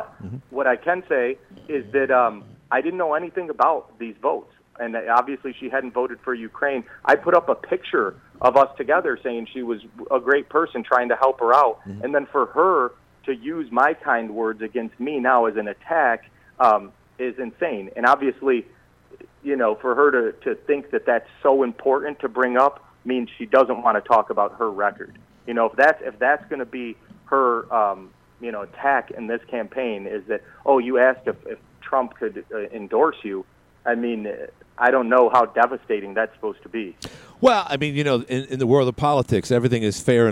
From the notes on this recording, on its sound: Called in today to say HE'S the Real Conservative in the race vs.